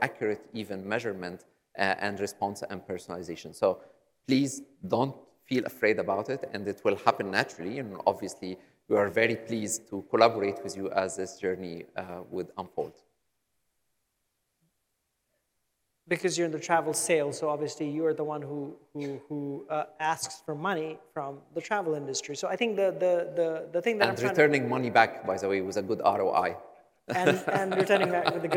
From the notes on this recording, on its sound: On stage in Dubai at Skift Global Forum East this December.